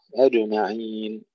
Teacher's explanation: أجمعين، القلقلة في الجيم، أجمعين، ولا نقول أجمعين كما يقول كثير من الإخوة، أجمعين في القلقلة ينفرج الفم، تنفرج الأسنان، أجمعين تكون القلقلة، يعني يظهر الحرف ثم نفتح الفم بسرعة